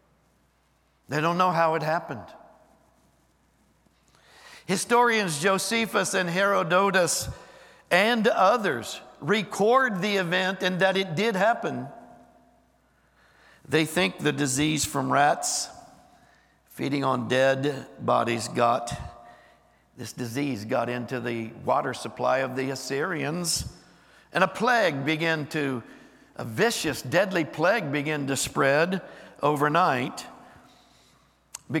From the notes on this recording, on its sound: Recorded live on 11/12/23.